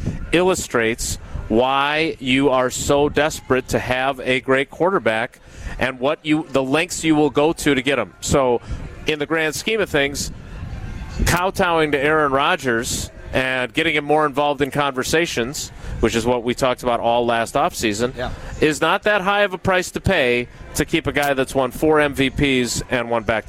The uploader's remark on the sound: live from Summerfest